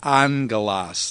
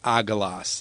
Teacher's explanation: One of the unique features of Greek pronunciation is what's called a nasal gamma. This is when gamma is pronounced like a N sound, when it comes before another gamma, kappa, chi, or xi. · Shown in: first take · So in the word angelos, you have two gammas in a row.